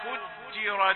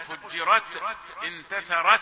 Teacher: انتبه إلى همس التاء الساكنة، وهمسها وهي ساكنة يكون أقوى، ولا تجعلها قلقلة · Shown in: first take